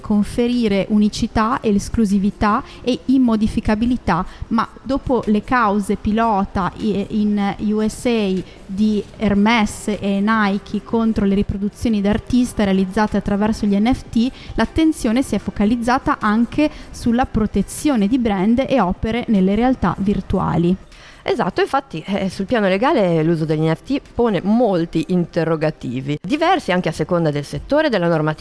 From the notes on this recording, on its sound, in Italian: in diretta dal MAMbo - Museo d'Arte Moderna di Bologna